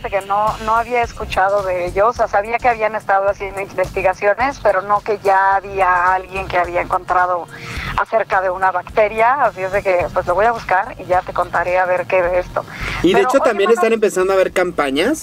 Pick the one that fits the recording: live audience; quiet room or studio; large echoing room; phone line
phone line